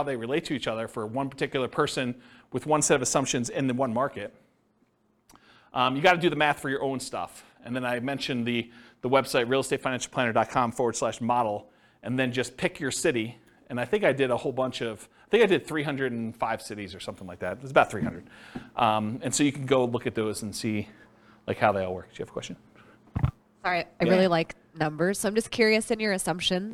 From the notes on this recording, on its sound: This was a live class recorded.